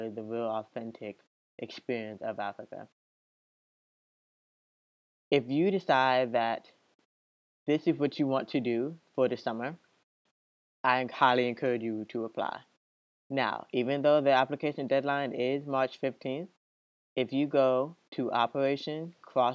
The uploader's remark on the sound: Bear with me as audio is bumpy - this is a previously recorded interview.